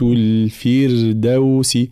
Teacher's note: الفردوس راء ساكنة مسبوقة بكسر، فحكمها الترقيق، فلا نقول جنات الفردوس، لا، جنات الفردوس هكذا، فالانتباه.